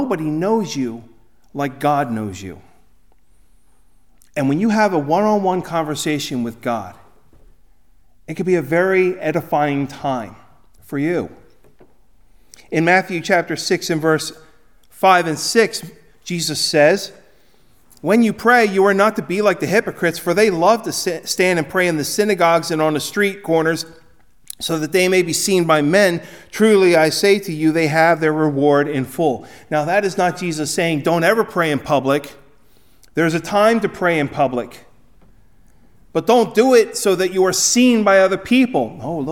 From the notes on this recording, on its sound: Recorded at Ebenezer UMC on February 4, 2024